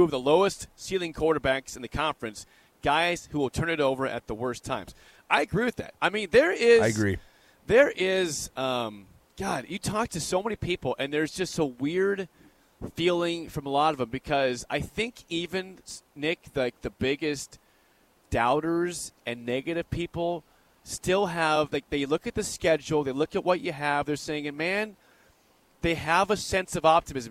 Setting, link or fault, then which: setting, busy venue